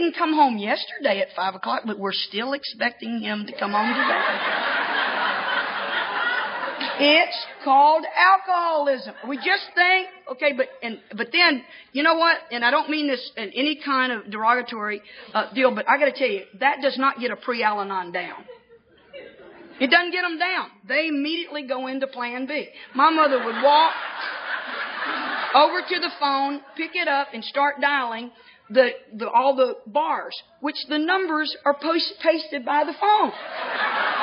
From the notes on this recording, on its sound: speaking at the eighth annual Cornhusker Roundup in 2005